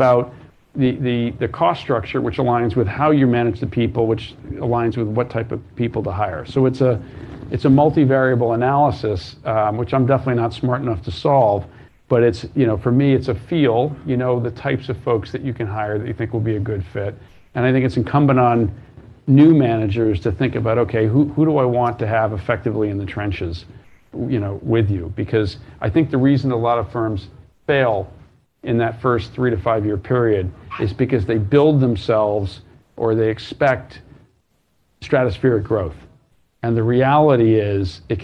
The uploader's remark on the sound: A special live edition of Bloomberg Masters in Business. From the Bloomberg Hedge Fund Startup Conference.